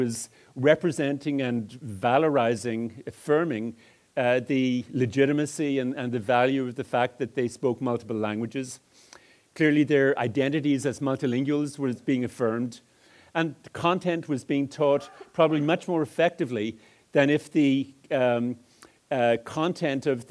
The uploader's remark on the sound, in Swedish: föredrag på Pedagog Malmö Live